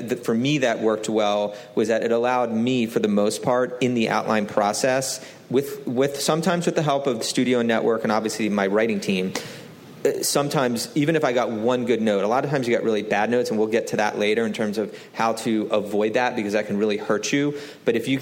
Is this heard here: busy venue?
yes